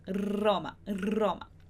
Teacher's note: O R vibra mais vezes dentro da sua boca.